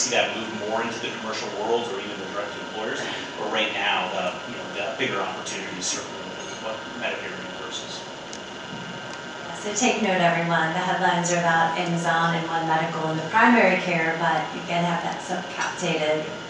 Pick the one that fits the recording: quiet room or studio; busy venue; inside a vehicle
busy venue